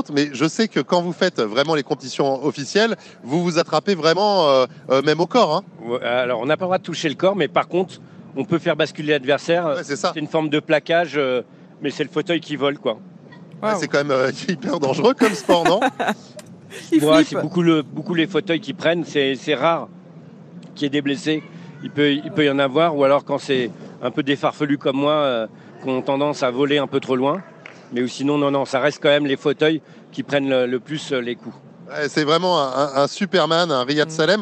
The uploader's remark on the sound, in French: En direct du SIA.